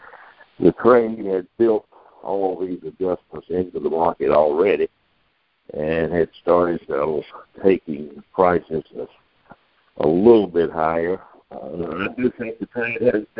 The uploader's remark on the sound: Monthly Conference Call